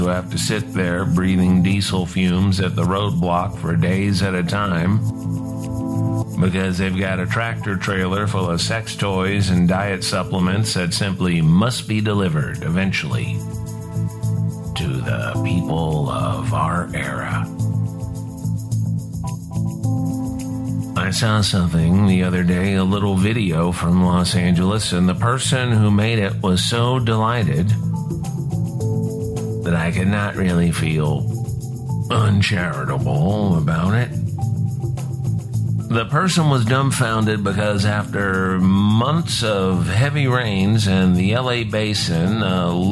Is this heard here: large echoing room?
no